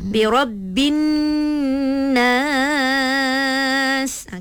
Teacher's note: bila alif lam syamsiah ni mesti akan ada dengung dekat situ sikit.